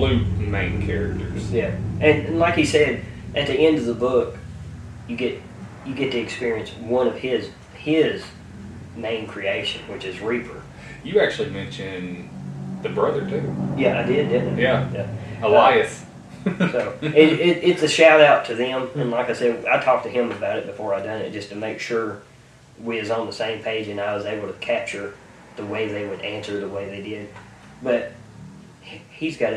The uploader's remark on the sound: my Podtrak didn't record like it was supposed to so the entire sound is from my Canon Camera